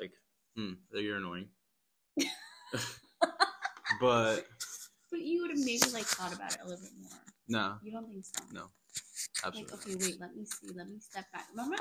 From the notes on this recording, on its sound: We had a few technical difficulties but we got through it!